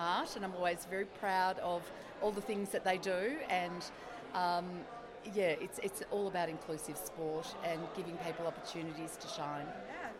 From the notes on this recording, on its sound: Reports from Launceston, Tasmania, at the week-long national sporting competition for athletes with intellectual disabilities. With 750 athletes from all over Australia competing across 10 different sports, 600 volunteers and staff plus family, friends, support workers.